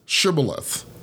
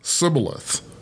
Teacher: The people from Gilead pronounced the word as shibboleth, beginning with the SH sound, like in shoe. But the people from Ephraim pronounced the word sibboleth, beginning with the S sound, like in so.